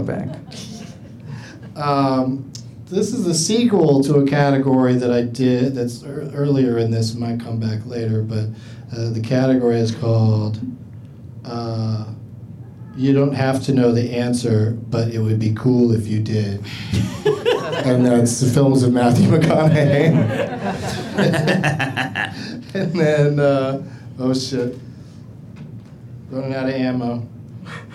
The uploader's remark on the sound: Live from Flappers in Burbank